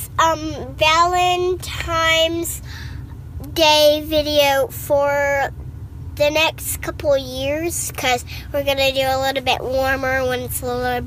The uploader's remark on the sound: Today we are on location at the city park.